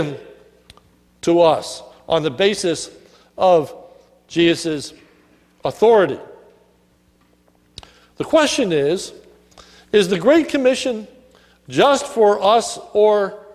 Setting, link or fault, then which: setting, large echoing room